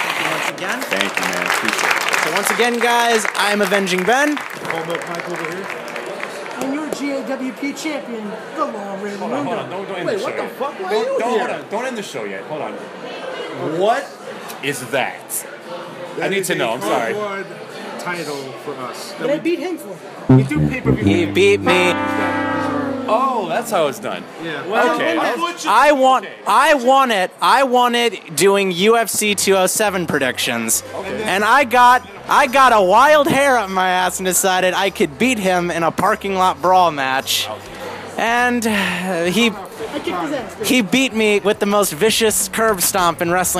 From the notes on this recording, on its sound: Recording on 1/28/27 at the Legends Bar in NYC